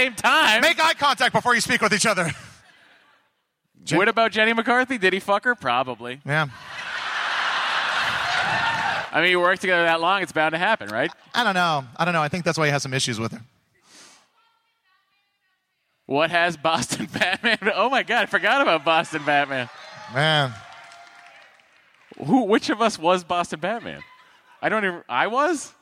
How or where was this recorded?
live audience